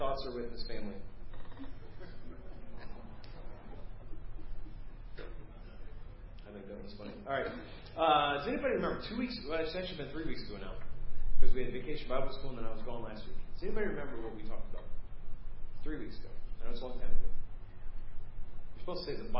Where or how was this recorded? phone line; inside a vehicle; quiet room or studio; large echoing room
large echoing room